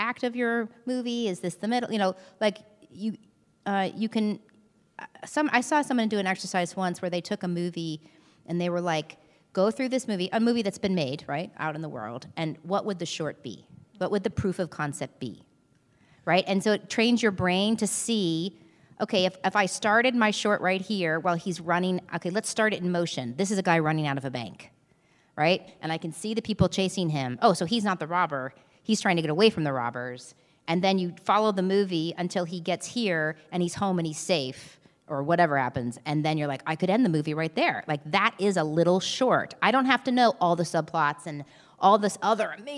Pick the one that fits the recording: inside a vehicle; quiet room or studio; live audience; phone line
live audience